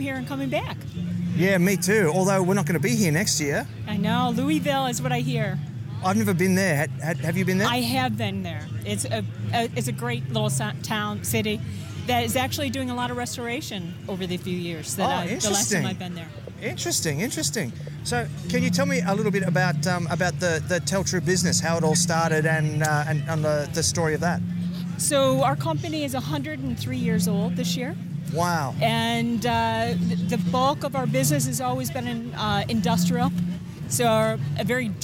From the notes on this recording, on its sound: This is the third and final episode recorded live that the NBBQA’s annual conference in Kansas City. The last day of the event was a double-headed Steak Cookoff Association competition. Barney Allis Plaza in the middle of down town Kansas City for the NBBQA BBQ Classic!